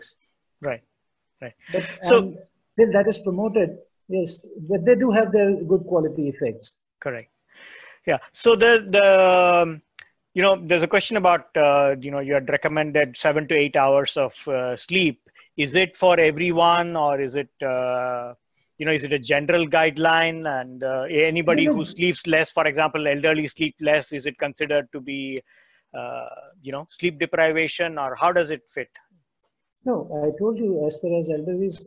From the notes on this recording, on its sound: This episode is a recording of the Webinar hosted in June 2020.